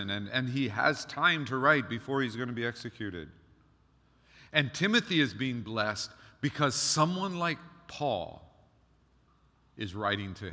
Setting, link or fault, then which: setting, large echoing room